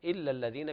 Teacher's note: ليس هناك غنة في اللام، يعني لا تقول إلا الذين، تنطق مباشرة إلا الذين بدون غنة.